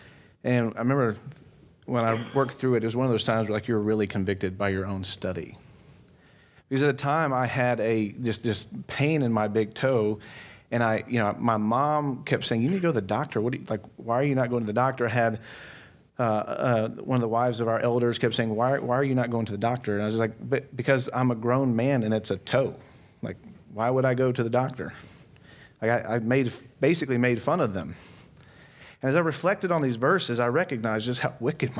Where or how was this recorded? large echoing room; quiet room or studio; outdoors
large echoing room